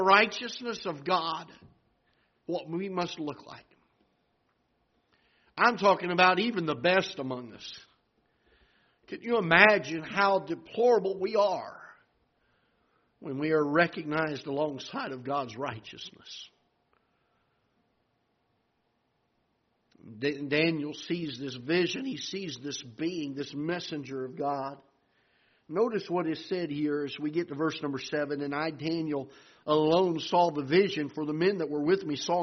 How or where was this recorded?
large echoing room